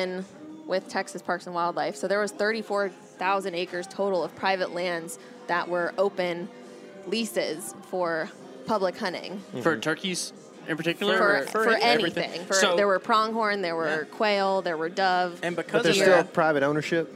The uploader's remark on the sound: Today we hail from the rainy woods of Texas